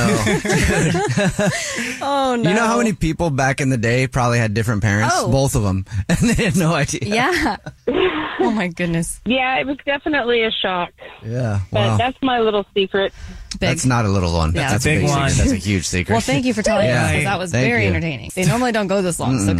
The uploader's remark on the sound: The woman on the phone